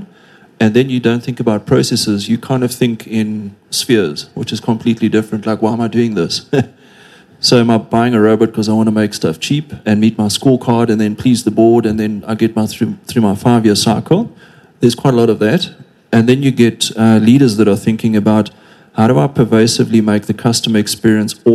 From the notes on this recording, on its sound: In this live podcast with PwC South Africa